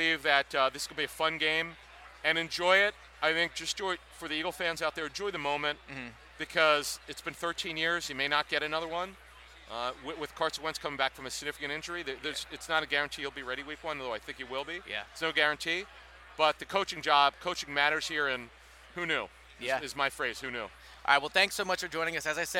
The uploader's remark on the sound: Day 2 from Radio Row at the Super Bowl.